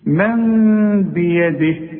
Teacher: اقلب لنا النون الى ميم واخفيها وغنها. والغنة بمقدار حركتين لا تزيد ولا تنقص. · Term: إقلاب